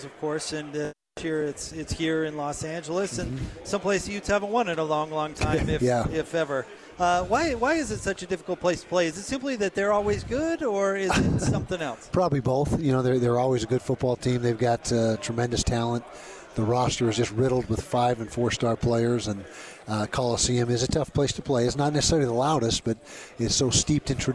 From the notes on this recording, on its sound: LIVE from Pac-12 Media Day in Los Angeles, CA.